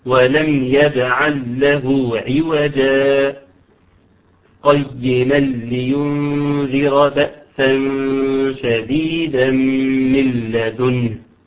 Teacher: احنا بنقف على كلمة عوجا، كلمة عوجا بسكتة لطيفة، ممكن نقول مقدار حركتين عند الوصل عشان ما نوصلهاش ببعضها ببعضها.